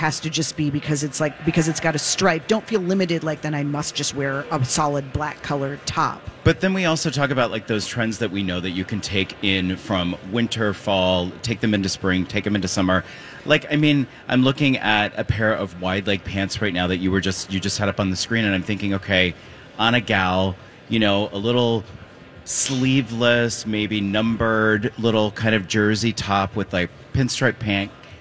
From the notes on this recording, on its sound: Live at the Golf Show! LIVE at the Minneapolis Golf Show!